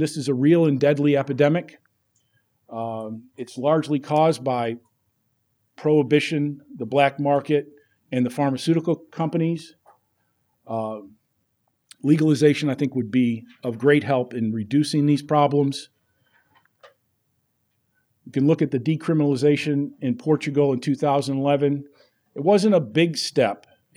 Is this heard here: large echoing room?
yes